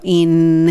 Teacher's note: in のところは in っていうふうに歯の裏でねっていう感じです